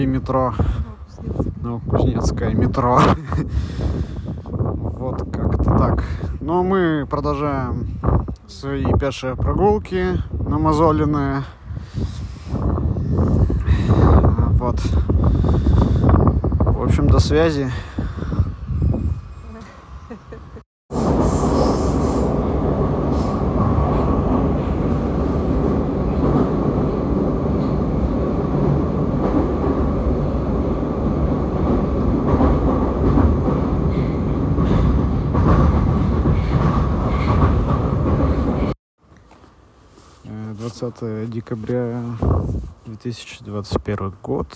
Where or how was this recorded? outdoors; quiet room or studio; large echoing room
outdoors